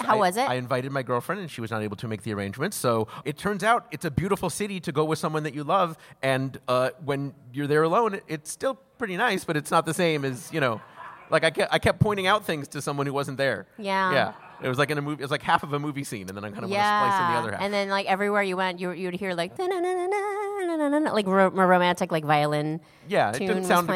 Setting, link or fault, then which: setting, busy venue